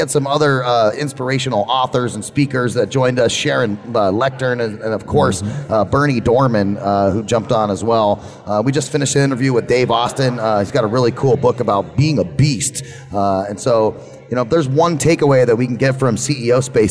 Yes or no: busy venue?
yes